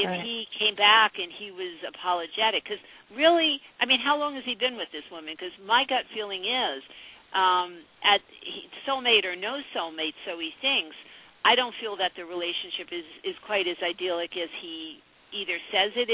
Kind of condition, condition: link, phone line